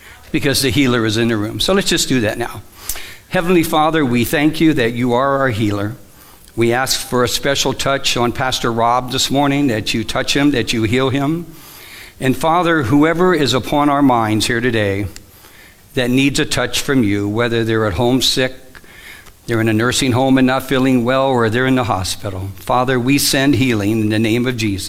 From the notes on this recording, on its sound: Live from The Summit Church in Dover, OH